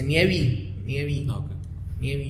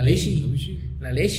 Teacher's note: las vocales finales, sobre todo cuando son medias, como la O la E, se cierran